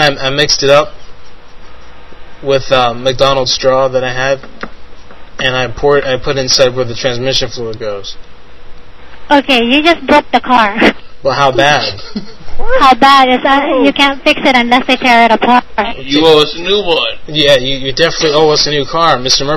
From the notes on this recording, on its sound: Prank Phone Calls Collection